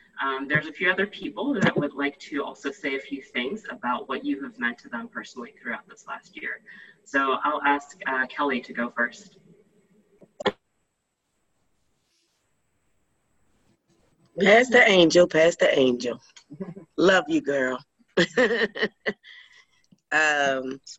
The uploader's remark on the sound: Our zoom streamed service